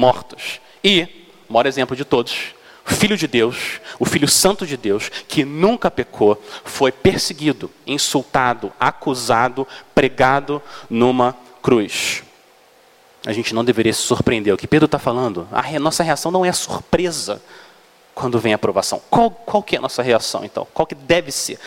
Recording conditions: large echoing room